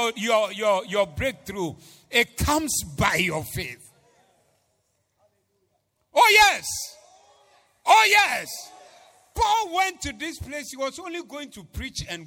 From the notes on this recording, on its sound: Preached at the Zeloo Service 14082022